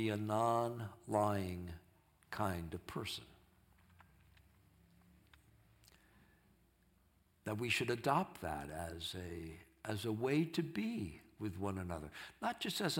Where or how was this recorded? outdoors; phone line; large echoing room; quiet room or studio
large echoing room